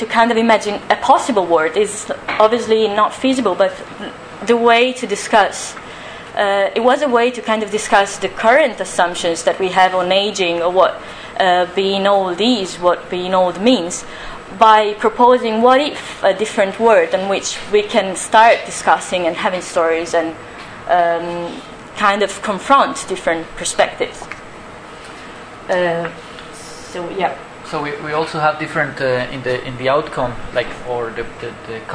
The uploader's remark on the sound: Audio from the Design Research Thinking Symposium [DTRS 2012] held at Northumbria University | Design.